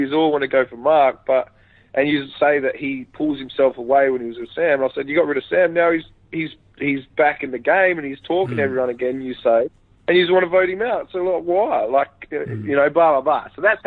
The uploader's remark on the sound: over an hour on the phone